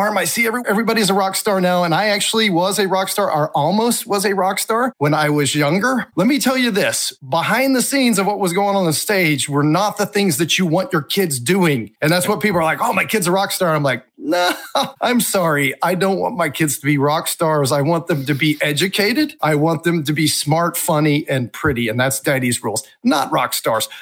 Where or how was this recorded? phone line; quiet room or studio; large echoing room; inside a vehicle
quiet room or studio